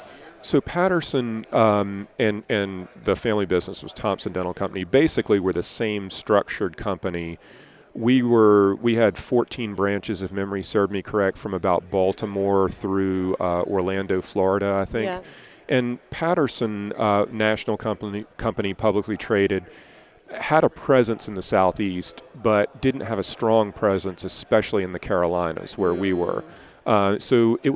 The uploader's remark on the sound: at the Voices of Dentistry Conference